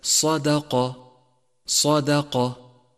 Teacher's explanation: رابعا تأمل حرف الدال المرقق في كلمة صداقة، صداقة، فقد وقع حرف الدال هنا بين مفخمين، فأعطه حقه من الترقيق وحاذر أن يختلط مع تفخيم غيره.